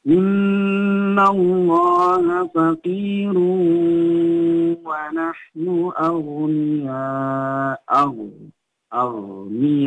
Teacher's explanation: ghoin itu tidak boleh dipantulin. Cukup dimatikan dengan cara mengalir.